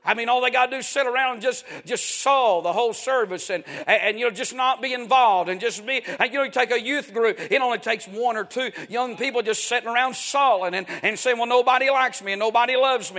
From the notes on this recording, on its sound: A sermon preached Wednesday Evening